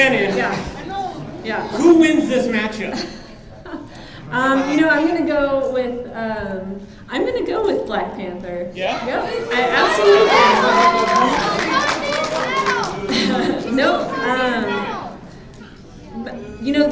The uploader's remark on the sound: Phoenix Fan Fusion. We let the audience decide!